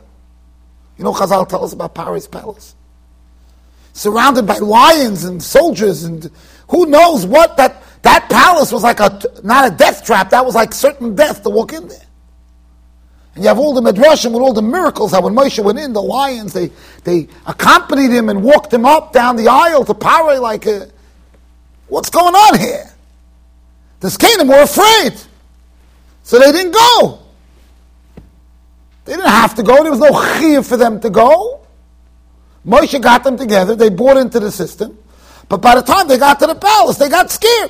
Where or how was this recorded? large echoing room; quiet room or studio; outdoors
large echoing room